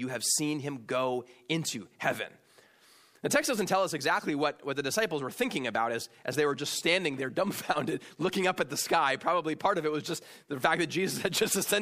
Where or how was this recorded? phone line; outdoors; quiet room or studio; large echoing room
large echoing room